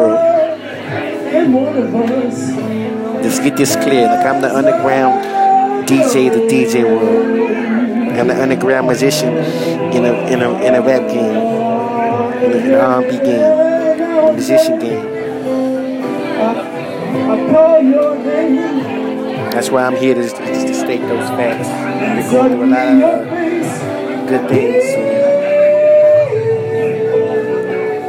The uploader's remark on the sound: live at my show